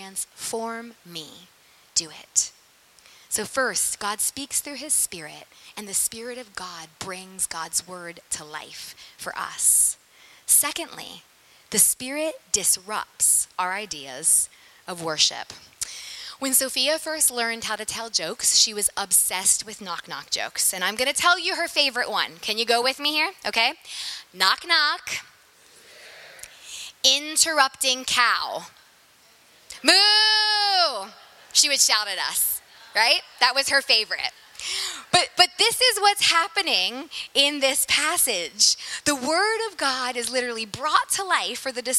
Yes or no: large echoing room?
yes